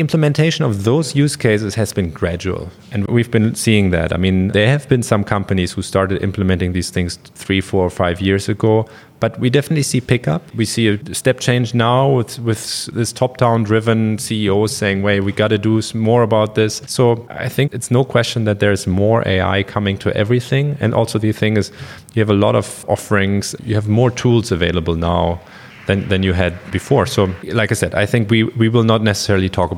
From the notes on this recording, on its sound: We recorded the episode at the Siemens AI with purpose summit in May 23.